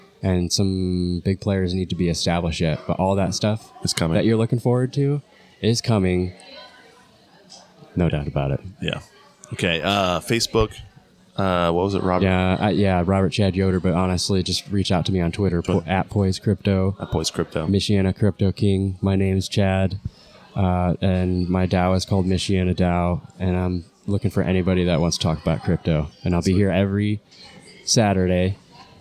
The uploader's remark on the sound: This is a unique podcast we did it live at Embassy Coffee Shop.